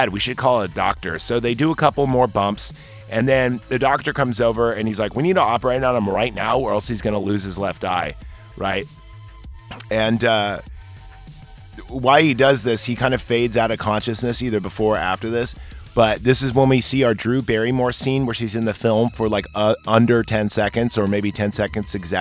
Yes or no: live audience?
no